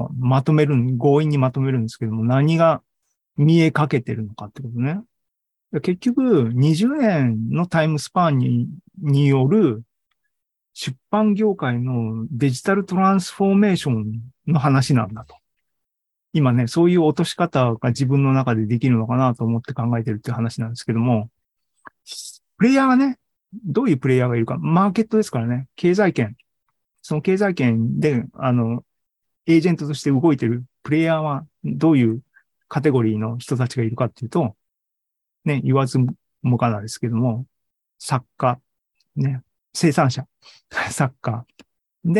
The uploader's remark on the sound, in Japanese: ２０２２年１０月２６日に開催した ZOOMライブの模様です。